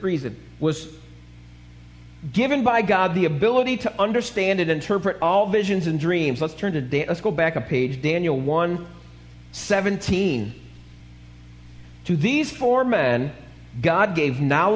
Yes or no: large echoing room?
yes